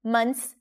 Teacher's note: notice how we drop the TH here. You don't have to pronounce it.